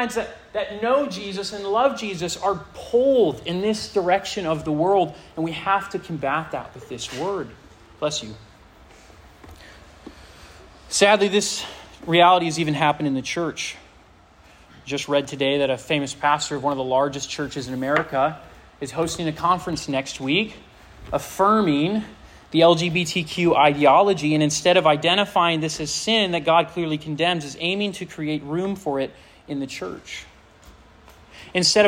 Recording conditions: live audience